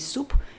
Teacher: dan zal je zien dat je eigenlijk met jouw lippen een beetje een rondje maakt, omdat de oe een geronde klinker is.